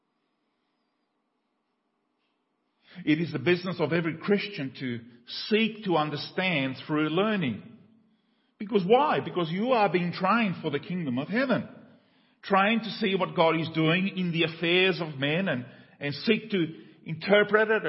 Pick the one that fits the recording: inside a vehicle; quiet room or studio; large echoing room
large echoing room